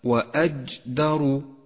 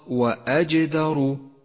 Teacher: صفة القلقلة لحرف الجيم في كلمة وأجدر فقوي هذا الحرف بهذه الصفة · Shown in: second take · وإلا صار هكذا وأجدر والصواب وأجدر.